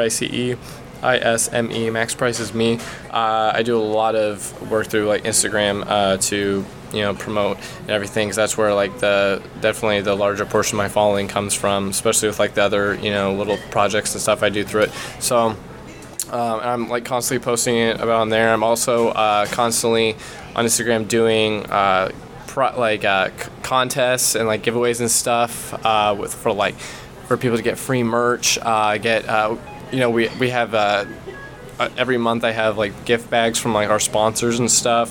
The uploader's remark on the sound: Big thanks to Denny's for letting us hang out and record and serving up some delicious pancakes!